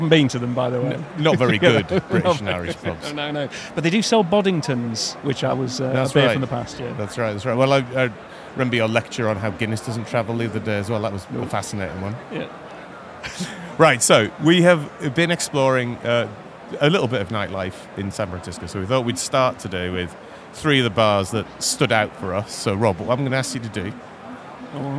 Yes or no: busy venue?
yes